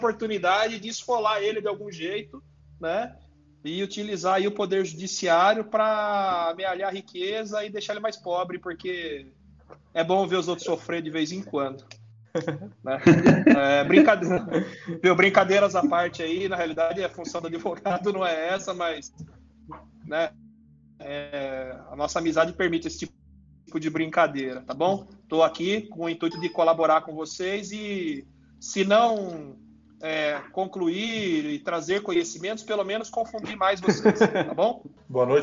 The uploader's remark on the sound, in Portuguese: PodCast gravado via videoconferência